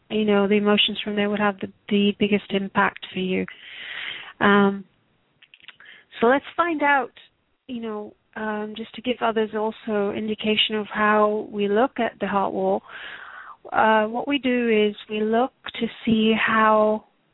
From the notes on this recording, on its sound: Takes your calls for healing live today!